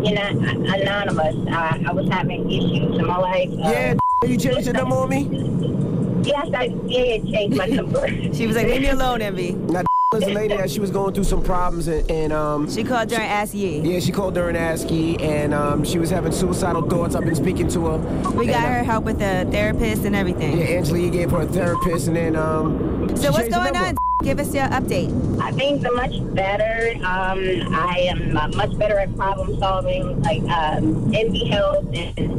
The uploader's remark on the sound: open up the phone lines